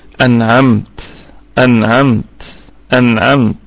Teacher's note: نراعي الوقوف على حرف التاء بأنه مهموس، يعني نأتي بصفة الهمس فيها. أنعمت أنعمت أنعمت، ولا أقول أنعمت هكذا يعني بصوت شديد أو كذا، لا، بعض الهواء يصاحب حرف التاء. · أنعمت أنعمت أنعمت، ولا أقول أنعمت هكذا يعني بصوت شديد أو كذا، لا، بعض الهواء يصاحب حرف التاء. وهذه الكلمة نقف عليها بوجه واحد فقط، بالسكون المحض ولا روم ولا إشمام، لأنها منصوبة.